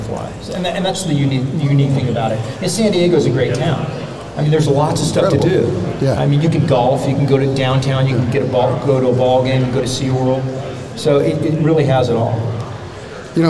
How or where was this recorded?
live audience